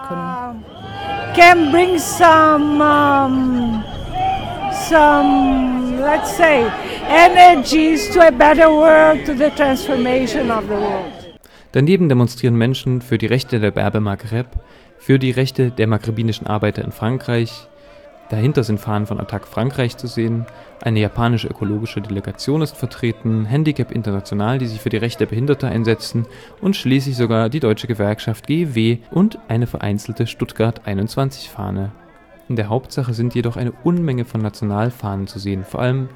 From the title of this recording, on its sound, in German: Eroeffnungsdemo Weltsozialforum 26.3.2013 Tunis